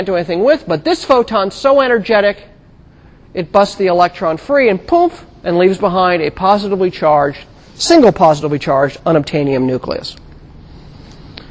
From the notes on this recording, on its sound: For podcast listeners, the last portion of the class is the demo, for which we do not unfortunately have the resources to videotape. In 1000 McPherson Lab on the Columbus campus of The Ohio State University.